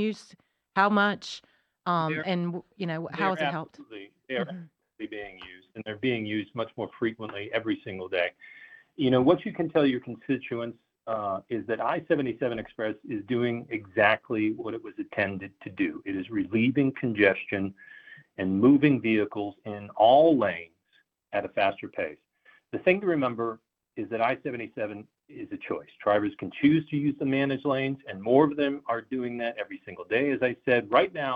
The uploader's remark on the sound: Takes listener call-in questions. Today's Guest (On Phone).